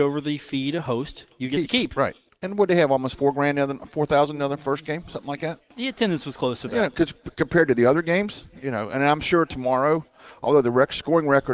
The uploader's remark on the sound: Broadcast live from The Union Pub and Grill in Huntington. The dog that's hanging out at The Union.